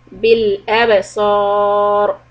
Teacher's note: the raw is heavy and ba is قلقلة